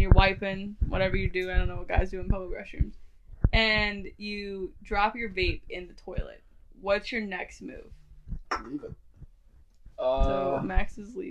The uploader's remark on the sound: We are testing out new microphones, so we apologize for the microphone pops and brushes against our clothes. We are working out the kinks.